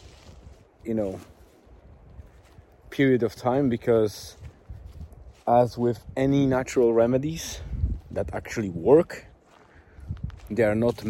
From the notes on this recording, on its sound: I decided to dictate this post on my phone as I walk through the forest and while my wife is doing her daily walk at Murvagh Beach.